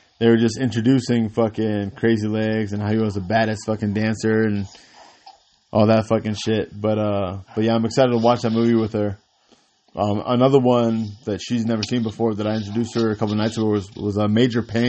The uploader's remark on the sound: We are still trying to figure out what's the best way to record while we are all on speaker phone